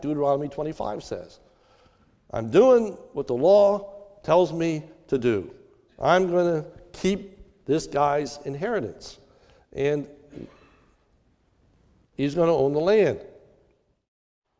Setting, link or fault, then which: setting, large echoing room